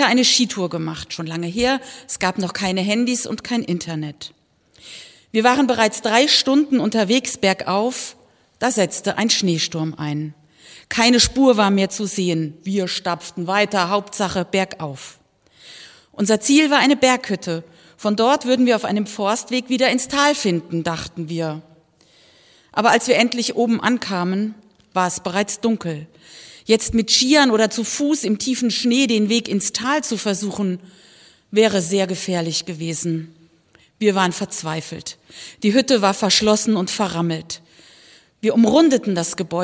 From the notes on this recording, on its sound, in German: Evangelischer Gottesdienst am Ostermontag aus der Ev. Kirche in Stockstadt am Rhein. Musik: Frauenchor der Gemeinde.